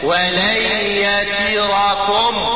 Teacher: تجيب لي كسرة تامة على التاء وفتحة تامة على الراء